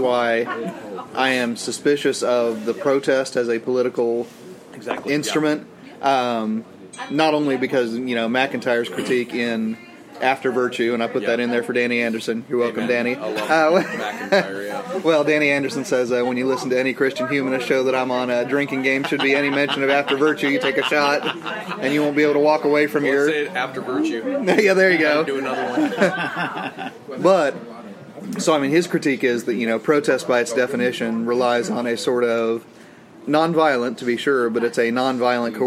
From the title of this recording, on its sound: from the Catalina Coffee Shop